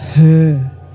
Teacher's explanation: Schwa, the most common sound in the English language, a reduced neutral vowel sound